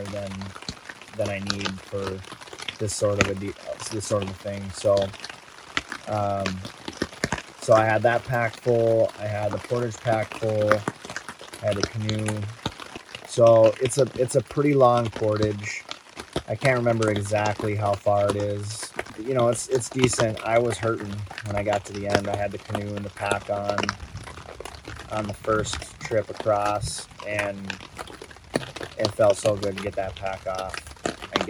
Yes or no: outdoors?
yes